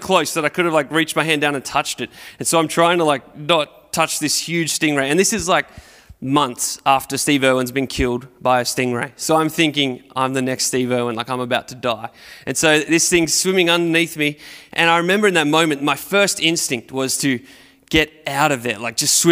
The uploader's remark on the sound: Recorded at Restore Church on September 12th, 2021